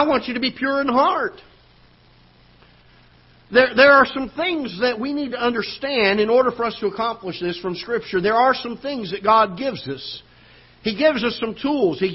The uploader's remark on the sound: Ketha Heights Baptist Church ~ Live Broadcast